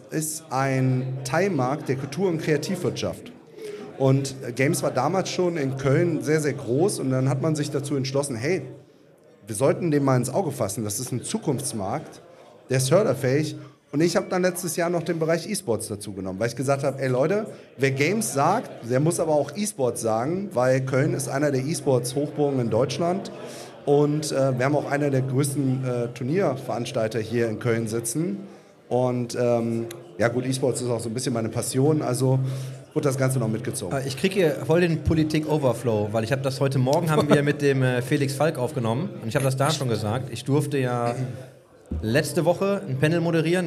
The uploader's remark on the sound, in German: Live at The Circle. Und welches Setting könnte besser sein für die Aufnahme zu diesen Themen als eine Live-Session direkt auf der B2B-LAN The Circle. Außerdem gibt es einige spannende Interaktionen mit dem Publikum bei The Circle.